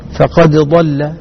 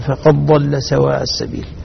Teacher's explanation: الدال في الضاد عند حفص مظهرة · Shown in: first take · فقد ضل، بينما عند ورش يدغم الدال في الضاد فقد ضل سواء السبيل.